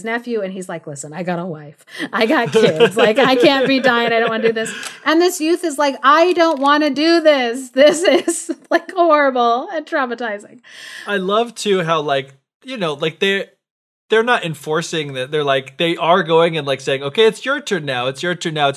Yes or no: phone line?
no